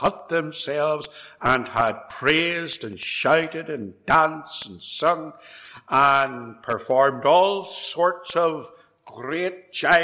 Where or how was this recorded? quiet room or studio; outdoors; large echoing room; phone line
large echoing room